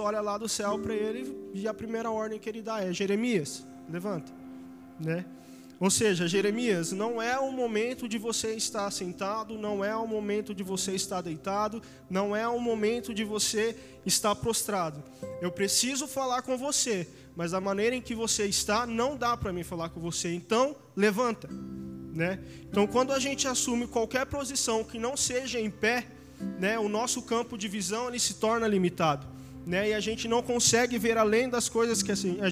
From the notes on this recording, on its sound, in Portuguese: Áudio do Culto de Domingo